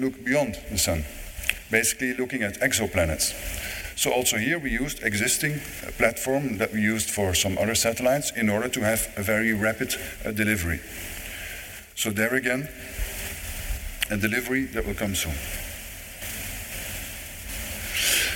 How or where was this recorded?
live audience